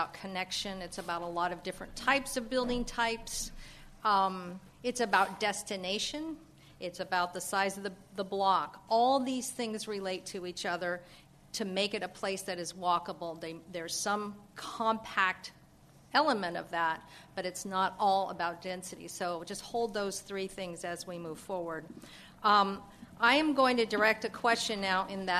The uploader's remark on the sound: This program was recorded in front of a live audience at The Commonwealth Club in San Francisco on July 7, 2009.